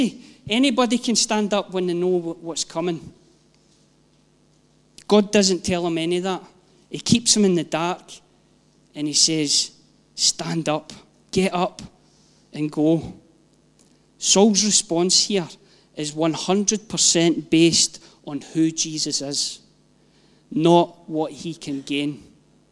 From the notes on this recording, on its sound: Live from our ONE Church Sunday gathering 19/06/22